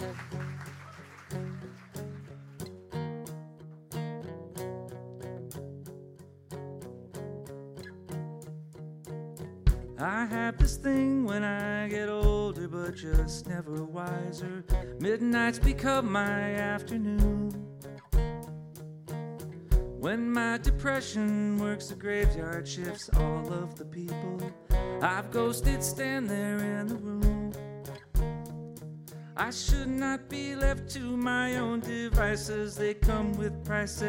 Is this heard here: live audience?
yes